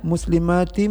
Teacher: walaupun tidak ada tanda tasdid di atas mim tetap kita dengungkan · Term: idgham bi gunnah